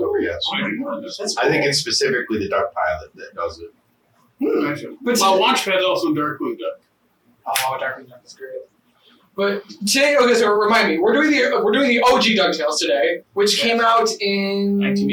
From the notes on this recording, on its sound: OUR AUDIO WAS CORRUPTED!